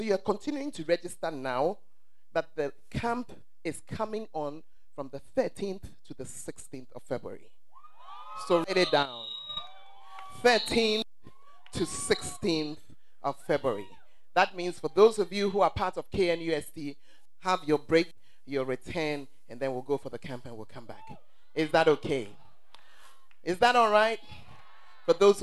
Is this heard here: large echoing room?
yes